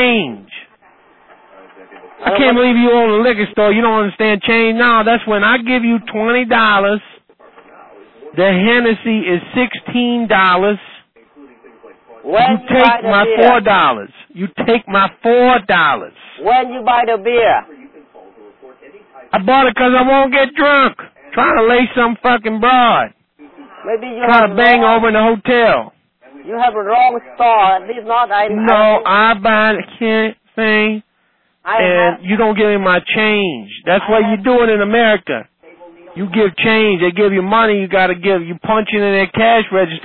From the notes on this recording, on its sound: RBCP's Personal Prank Phone Calls Collection